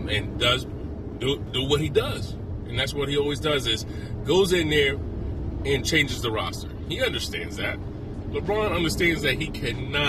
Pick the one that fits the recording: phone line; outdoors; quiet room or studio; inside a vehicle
inside a vehicle